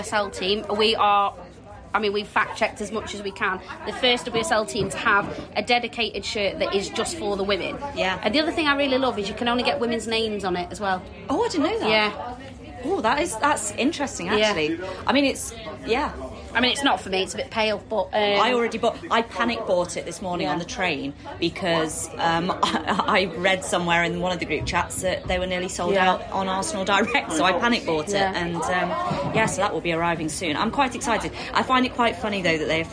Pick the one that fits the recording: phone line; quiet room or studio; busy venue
busy venue